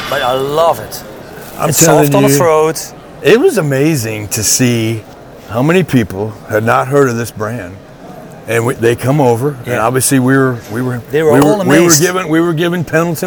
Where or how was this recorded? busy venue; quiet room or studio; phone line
busy venue